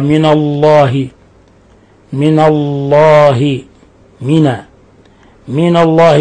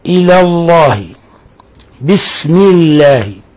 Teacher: فلفظ الجلالة يرقق إذا انكسر ما قبله · Shown in: second take